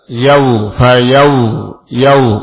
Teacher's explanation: waw sukun sebelumnya fathah lin, bacaan yang lunak yang mudah. · Term: huruf lin